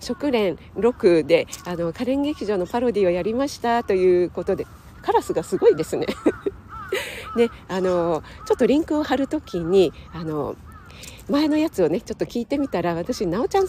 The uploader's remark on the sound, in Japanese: 野外ため、鼻水ズルズルすみません